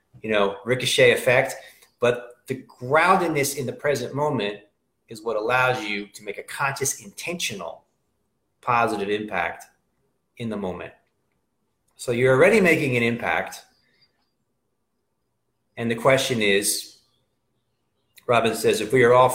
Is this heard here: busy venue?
no